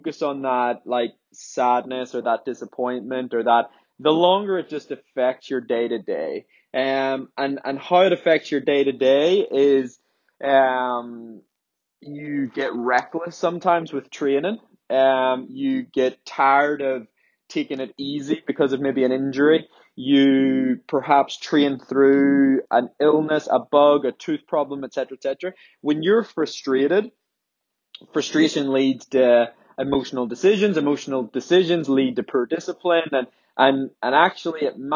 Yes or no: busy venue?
no